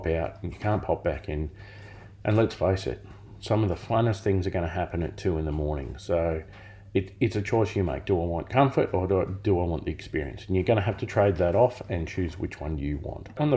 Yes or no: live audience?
no